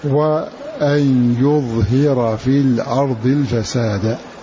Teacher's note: ونافع وأبو عمرو يقرؤون بحذف الهمزة وفتح الواو